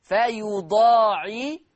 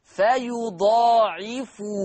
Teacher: أما ورش عن نافع، أما ورش عن نافع فيقرأ فيضاعفه بضم الفاء. يبقى حفص يقرأ بفتح الفاء، أما ورش عن نافع فيقرأ بضم الفاء